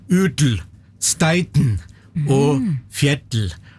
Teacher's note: Så disse mystiske D-ene, de kommer inn fordi at de som snakker et bittelite millisekund lukker litt for mye igjen.